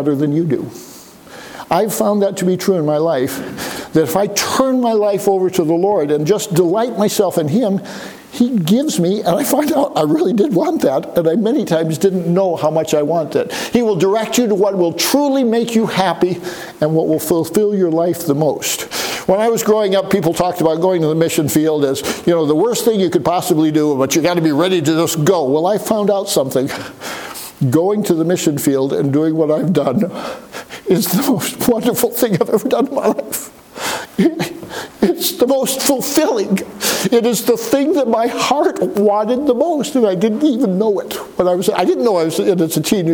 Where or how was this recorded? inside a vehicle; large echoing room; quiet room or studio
large echoing room